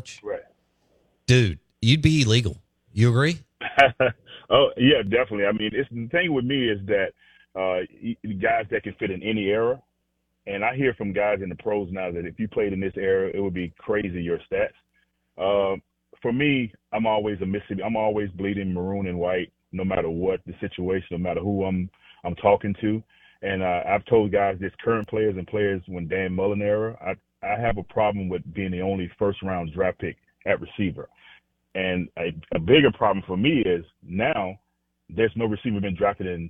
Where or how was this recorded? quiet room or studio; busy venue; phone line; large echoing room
phone line